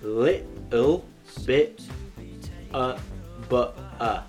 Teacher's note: So all the T's have gone. And what's in its place is nothing.So the easiest way to describe how to do it is literally is to just take them out and just pretend, just say the word without them there. · Term: glottal stop